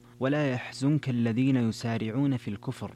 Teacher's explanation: يسارعون هنا أمالها الدوري على الكسائي